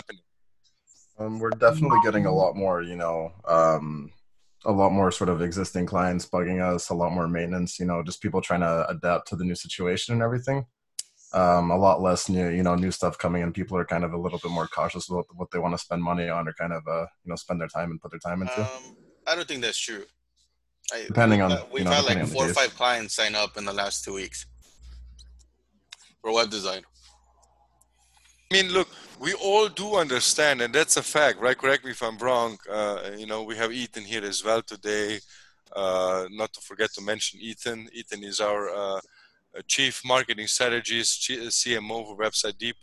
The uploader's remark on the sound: Zoom Happy Hour With The Team